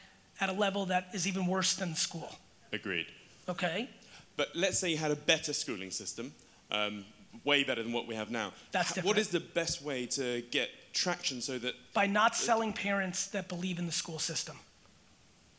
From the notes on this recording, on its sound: This keynote I gave in London was nothing but FIRE.